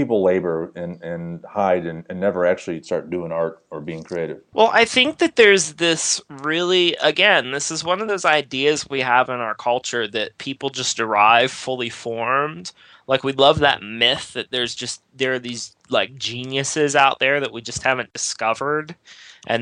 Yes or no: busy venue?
no